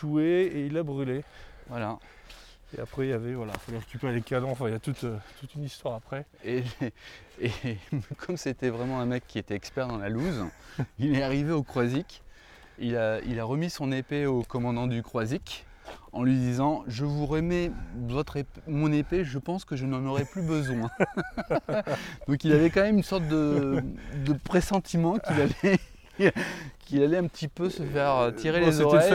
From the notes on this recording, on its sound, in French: L'enregistreur Zoom F2 pour un enregistrement en extérieur dans la petite ville bretonne de Piriac-sur-Mer. Nous expérimentons l'enregistreur Zoom F2 pour un enregistrement en extérieur dans la petite ville bretonne de Piriac-sur-Mer.